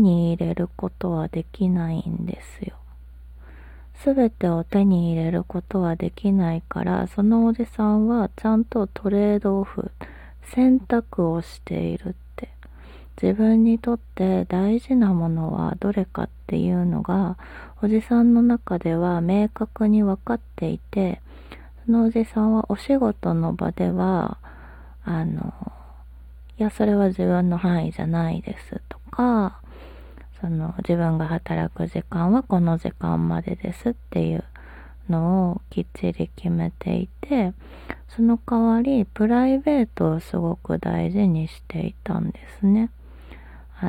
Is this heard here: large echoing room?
no